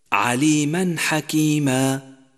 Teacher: جاء التنوين في آخر عليما وجاء بعده حرف الحاء وهو من أحرف الإظهار في أول الاسم الثاني، فلفظنا التنوين وحرف الحاء بكل وضوح: عليما حكيما، من غير غنة أو قلقلة أو حركة أو غير ذلك نهائيا.